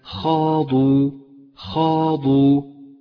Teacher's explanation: الخاء والألف والضاد كلها حروف مفخمة تتالت في هذه الكلمة، بينما حرف الواو حرف مرقق